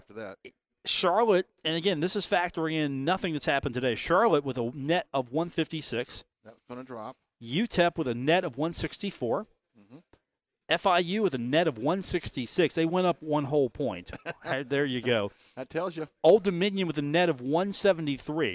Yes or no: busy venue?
yes